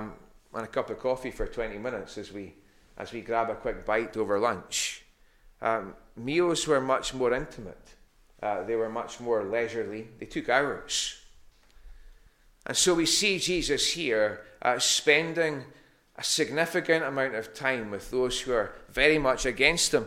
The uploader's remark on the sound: recorded Sunday morning 3rd October 2021 at North Harris Free Church